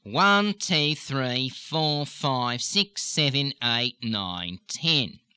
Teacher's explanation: opening up the nose for the harsher version of the Australian accent